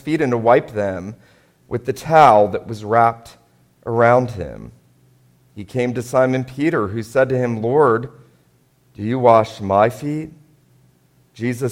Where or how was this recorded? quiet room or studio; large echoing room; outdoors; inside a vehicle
large echoing room